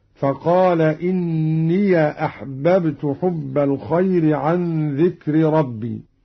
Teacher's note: فتح قانون الياء وصلا · Term: فتح الياء